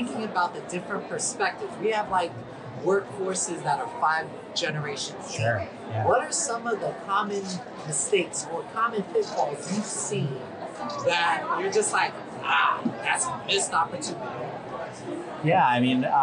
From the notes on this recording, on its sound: the team talks to DEIB professionals at the From Day One Conference 2023